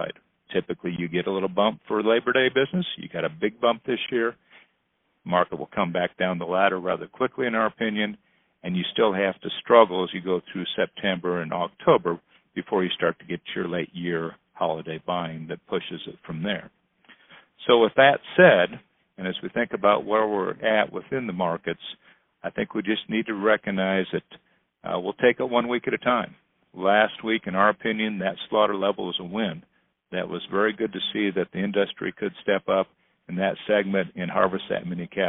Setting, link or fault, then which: link, phone line